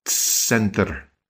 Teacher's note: Hear how that's starting with a T-S sound?